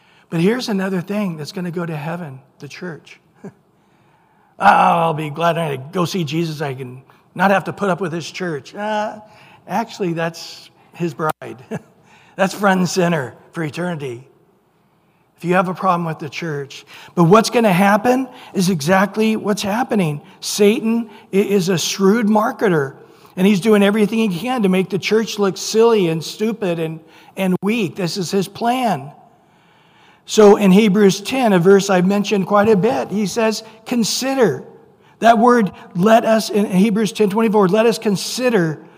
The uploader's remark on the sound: Recorded at Calvary Chapel of Los Alamitos on April 18 2023 on Sunday Morning Sermon.